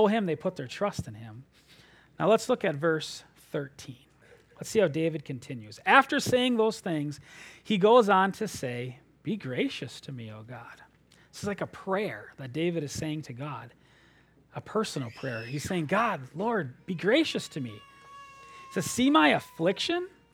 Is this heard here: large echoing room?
yes